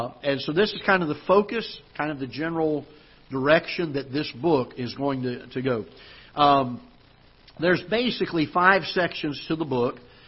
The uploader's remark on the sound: Ketha Heights Baptist Church ~ Live Broadcast